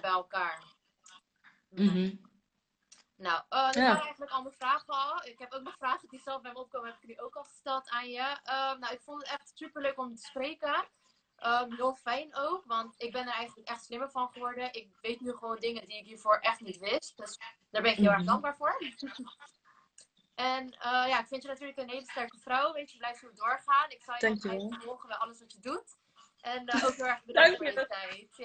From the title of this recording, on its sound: Instagram Live